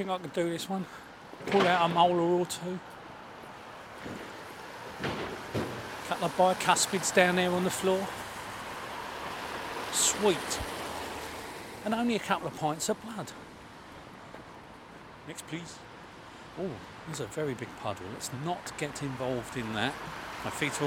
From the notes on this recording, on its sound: We take an antediluvian amble along the back streets of Brighton into Hove.